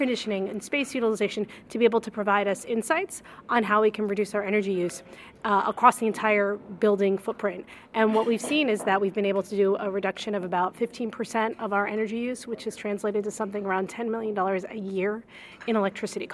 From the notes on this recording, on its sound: In this episode, we are live at Advanced Energy Economy's first annual Eastern Regional energy policy conference -- Advanced Energy Now | East. Recorded at the Greater Richmond Convention Center in Richmond, Virginia and sponsored by Advanced Energy Economy.